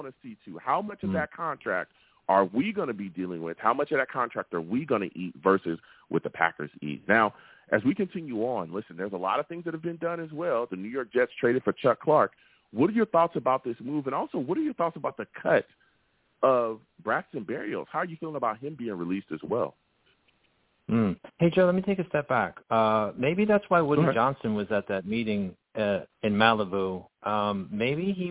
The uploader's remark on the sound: I take live callers!